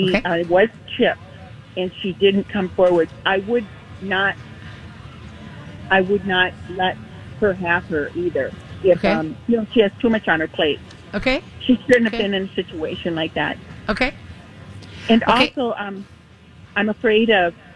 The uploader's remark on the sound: Live from the MyTalk booth at the MN State Fair to take your dog and cat questions.